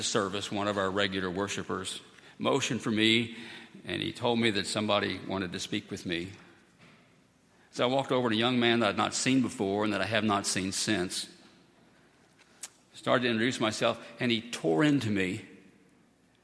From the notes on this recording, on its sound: at Highland Baptist Church